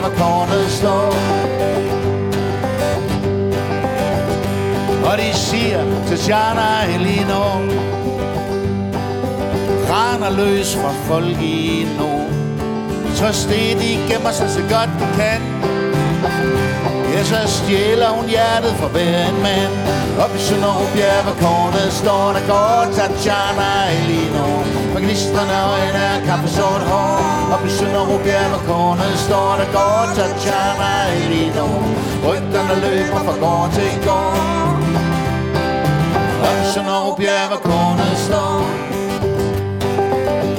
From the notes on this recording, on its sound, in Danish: Live fra Maskinhallen i Frederikshavn